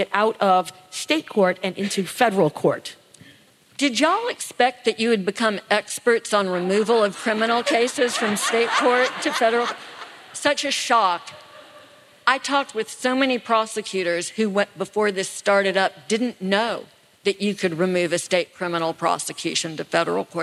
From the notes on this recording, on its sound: Live in Austin, TX. Live at TribFest in Austin, Texas!